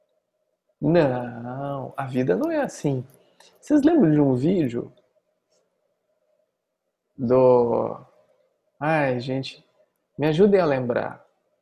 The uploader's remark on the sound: Online via Zoom